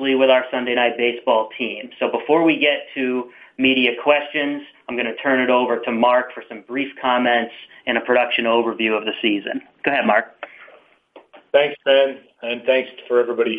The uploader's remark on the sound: MLB Conference Call